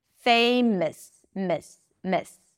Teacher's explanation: the O-U-S suffix is just a schwa sound and an S